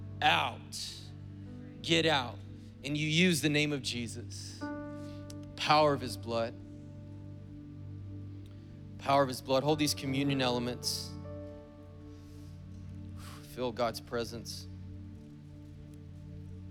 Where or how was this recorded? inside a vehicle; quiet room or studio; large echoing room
large echoing room